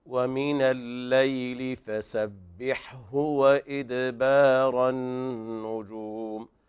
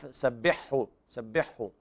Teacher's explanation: فالحاء تأخذ حقها من الهمس وكذلك بيان البحة الموجودة في الحاء، ثم تظهر الهاء أيضا · Shown in: first take · بعض الناس يقرأ لحن سبحه سبحه فيضغم الحاء في الهاء وهذا خطأ، أحببنا أن ننبه على هذا الخطأ لأنه سمعته أكثر مرة وهذا خطأ شائع ونبه عليه ابن الجزري قديما.